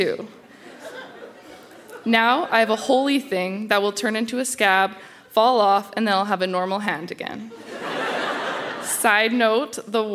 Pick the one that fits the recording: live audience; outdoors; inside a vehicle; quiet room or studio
live audience